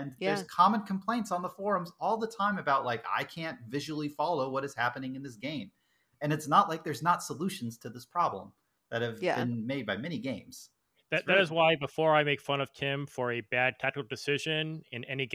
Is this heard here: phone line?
no